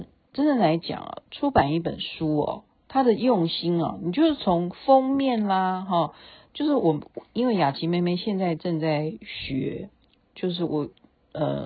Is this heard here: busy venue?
no